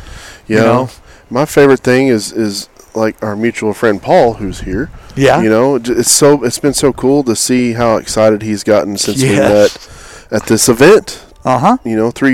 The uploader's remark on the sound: Excited to be bringing you live episodes from the Hunt Fish Podcast Summit once again.